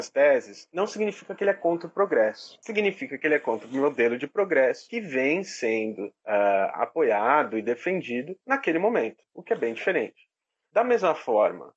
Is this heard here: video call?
yes